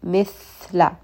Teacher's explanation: Tongue should come between the teeth and should have a little bit of a whistling sound as the air escapes your mouth.